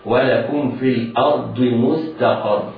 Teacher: على القارئ أن يحترز من تفخيم همزة الأرض، ينطقها مرققة هكذا. ولكم في الأرض مستقر، من مستقر والسين والتاء مرققات، حروف مرققة، والقاف مفخمة والراء مضمومة فهي مفخمة.